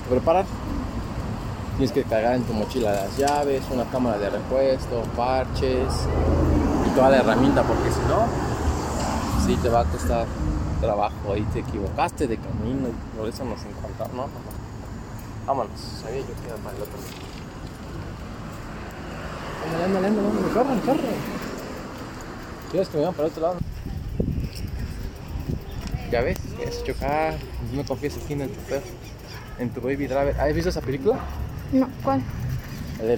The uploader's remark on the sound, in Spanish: Disculpen por el ruido pero íbamos en el criollito móvil y apenas y podíamos mantener el equilibrio